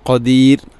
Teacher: ഖദീർ റായിനെ തർഖീഖ് ചെയ്യുക, നേർപ്പിക്കുക.